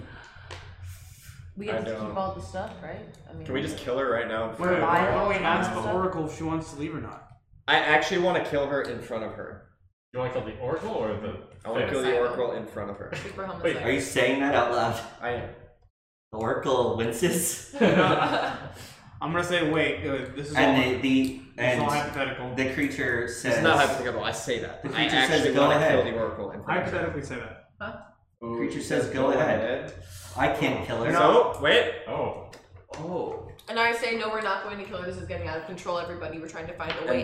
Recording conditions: poor sound quality